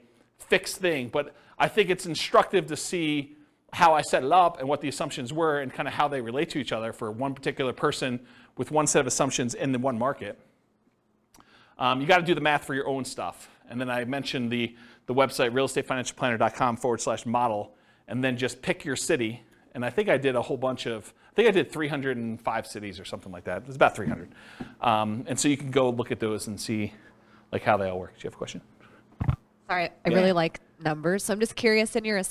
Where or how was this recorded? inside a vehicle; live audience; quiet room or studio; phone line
live audience